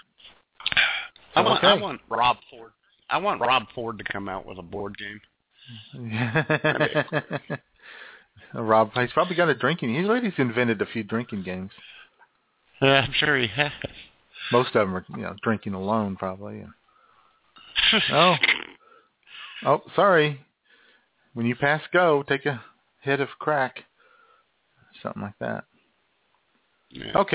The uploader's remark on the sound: All of this frivolity plus your phone calls with your favorite games of all-time.